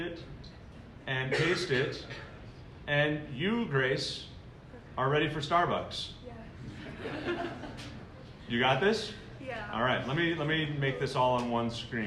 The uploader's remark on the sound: With nearly 800 students at the Garden State Scholastic Press Association's Fall Conference. That message is presented here as an episode of the podcast.